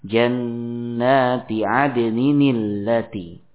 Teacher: Yang pertama, jika berupa kata yang ditanwin, maka nun sukun pada tanwin diganti menjadi suara nun kasrah. Ya, seperti adnin bertemu dengan allati.